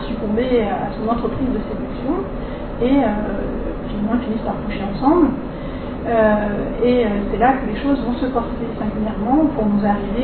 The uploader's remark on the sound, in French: Désolés pour le bruit de fond de cet enregistrement